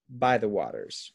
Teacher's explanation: And that one is only 4 syllables long. And I think it's really only 1 stress, where it's the wa in waters